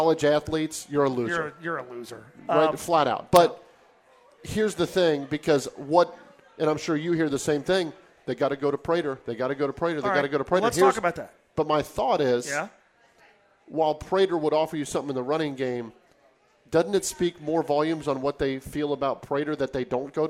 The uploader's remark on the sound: Live from Twin Peaks in West Chester.